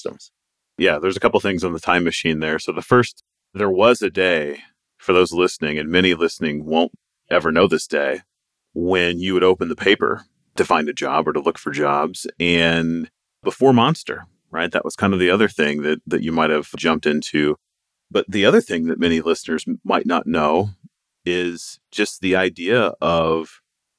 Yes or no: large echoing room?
no